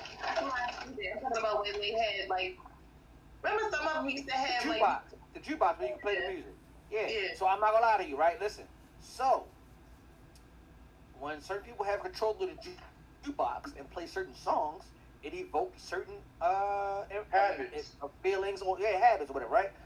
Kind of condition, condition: fault, poor sound quality